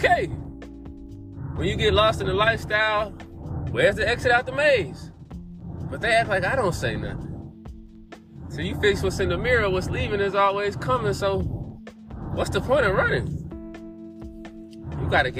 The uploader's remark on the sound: In the car.